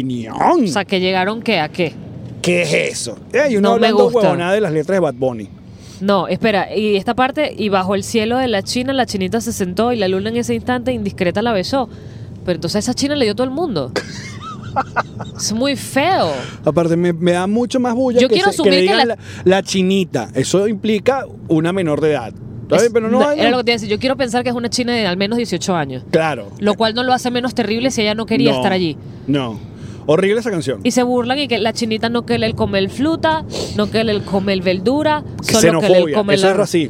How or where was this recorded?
inside a vehicle